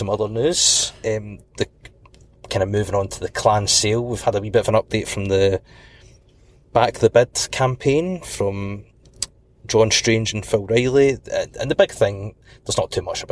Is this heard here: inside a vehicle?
yes